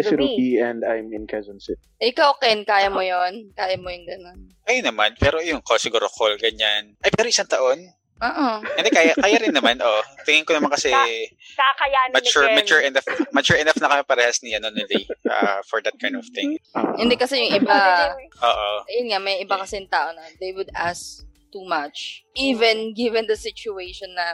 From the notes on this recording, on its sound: This episode was recorded a few months ago, our third recording since we started this podcast. Obviously, we do not have the proper equipment yet at that time LOL so the quality of the sounds is...so so LOL.